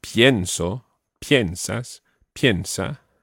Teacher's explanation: the stress is on the first syllable.